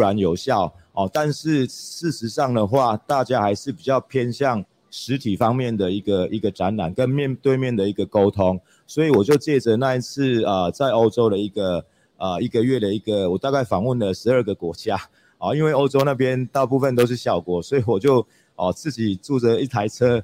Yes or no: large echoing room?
no